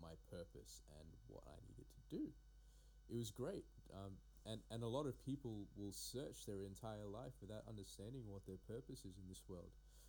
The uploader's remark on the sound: Also, my apologies for the audio on this one.